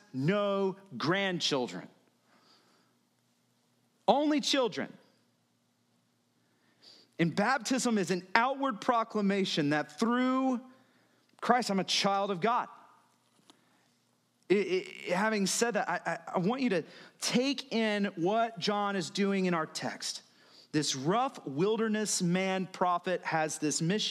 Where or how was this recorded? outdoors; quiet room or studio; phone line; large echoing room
large echoing room